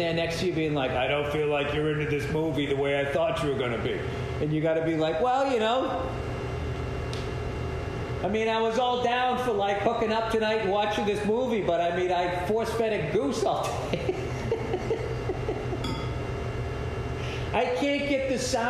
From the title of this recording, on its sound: Live at the Troubadour